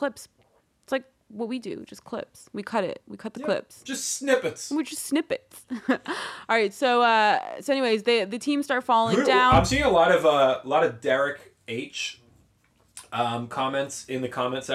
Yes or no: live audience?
no